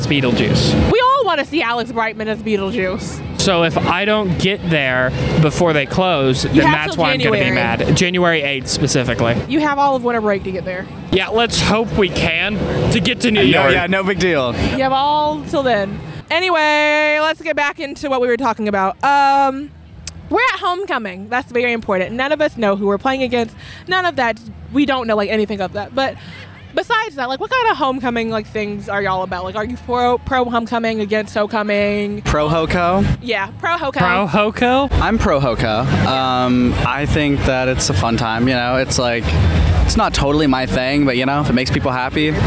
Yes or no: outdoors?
yes